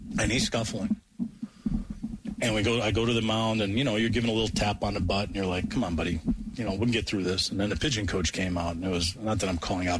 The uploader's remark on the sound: live from Atlanta Braves Spring Training